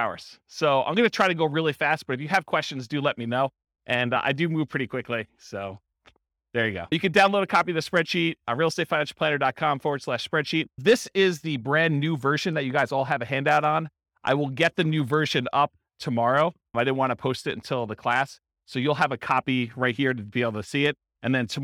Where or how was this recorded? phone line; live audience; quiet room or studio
live audience